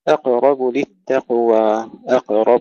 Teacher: قلقلة القاف في الكلمتين وتفخيم الراء جيدا